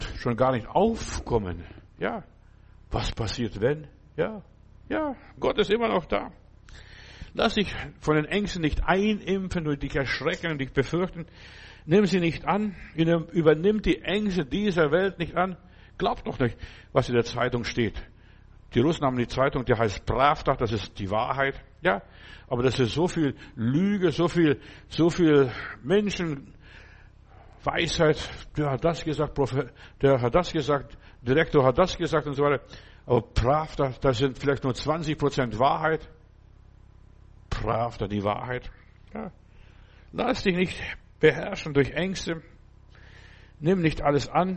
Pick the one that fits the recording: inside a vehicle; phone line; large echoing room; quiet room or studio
large echoing room